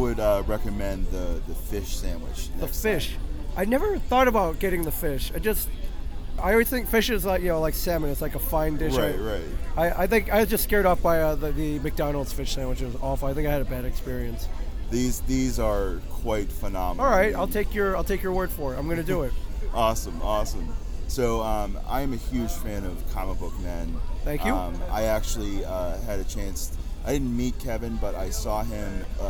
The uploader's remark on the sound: Live From Pittsburgh's Steel City Con